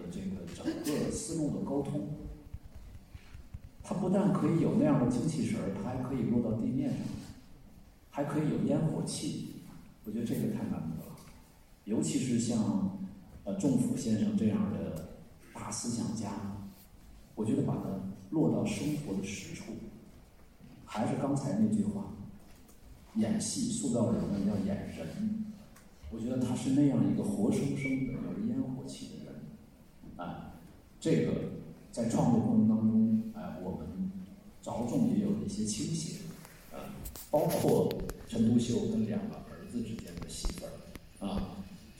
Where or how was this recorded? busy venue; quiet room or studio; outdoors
busy venue